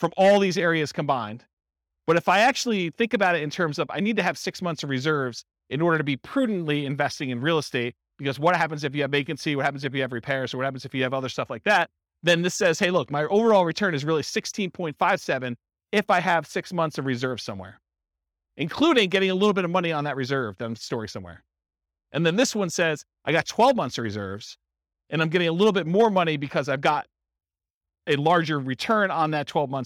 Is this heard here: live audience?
yes